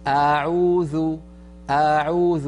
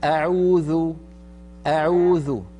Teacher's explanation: الهمزة في أعوذ لا تمطيها زيادة · Shown in: second take